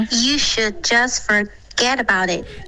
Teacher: You 结尾嘴唇要滑到一个呜